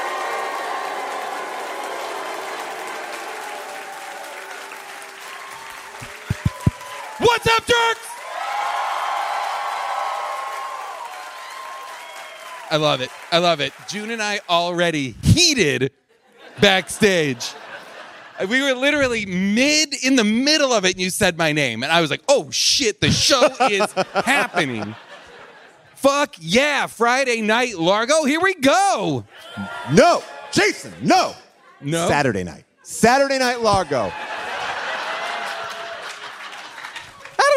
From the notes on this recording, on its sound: LIVE from Largo in Los Angeles